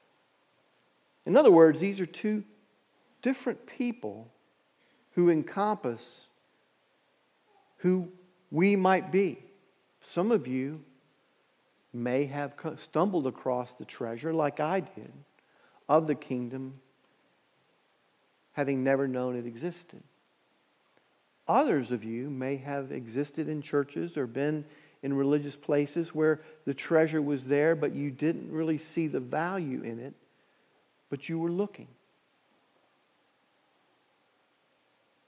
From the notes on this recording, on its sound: Message Preached at Valley Creek Church.